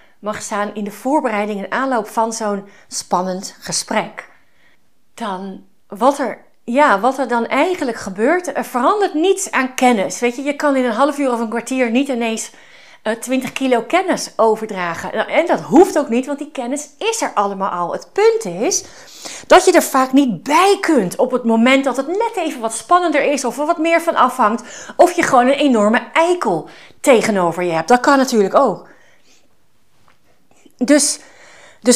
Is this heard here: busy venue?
no